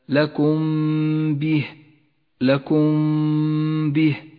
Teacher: تخفى الميم بالباء مع بقاء غنة لها بمقدار حركتين · Term: إخفاء شفوي